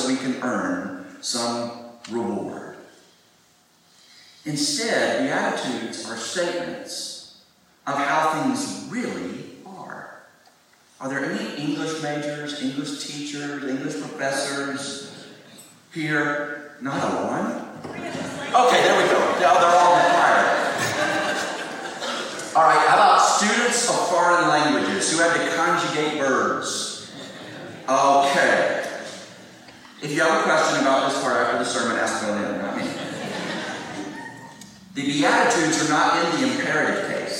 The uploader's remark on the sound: Please pardon the audio quality! We recorded this from a phone on the front pew.